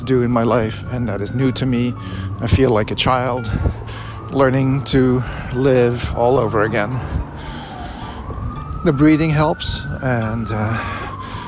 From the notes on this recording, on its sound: Recorded on a necessary walk outside